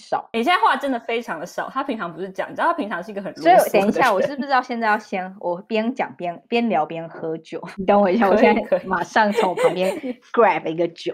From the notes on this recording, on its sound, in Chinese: 因為我本身還有我所有朋友都四散在各方。關於網路啊、音質啊 這些屬於技術問題 因為遠距的關係。